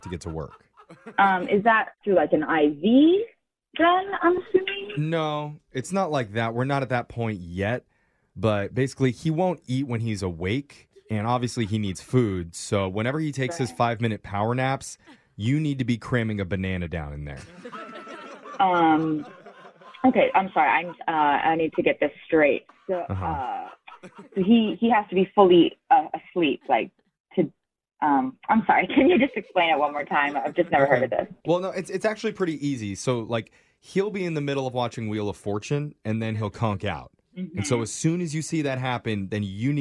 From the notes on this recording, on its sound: Today’s Phone Tap victim is an elderly care worker about to start a new job.